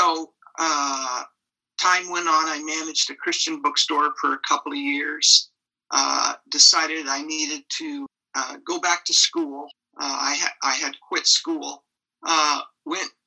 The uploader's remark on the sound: This was Zoom meeting #21